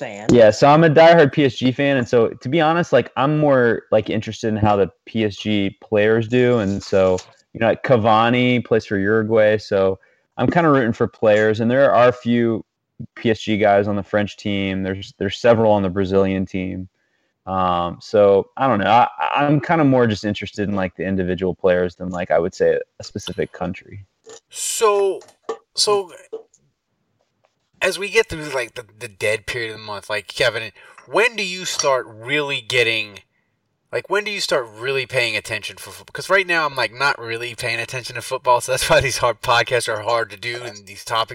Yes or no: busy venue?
no